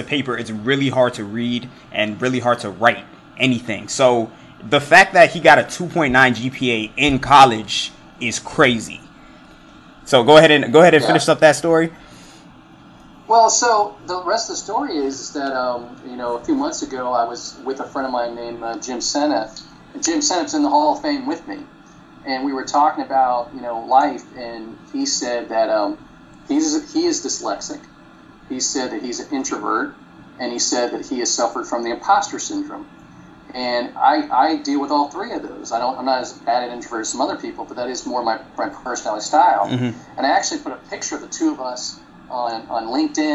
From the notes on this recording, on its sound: Let me just go ahead and apologize now for the bad audio quality! I forgot to turn the ac off before recording and didn't think it would turn out this bad.